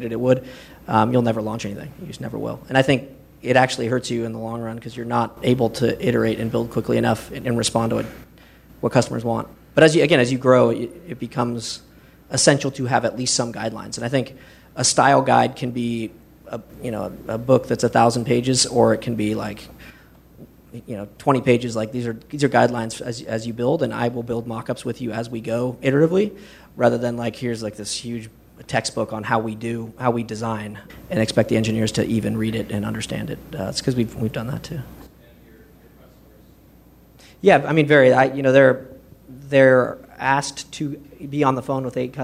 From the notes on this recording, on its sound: This is the audio recording from the live event on 6/2/2016. ProductCamp.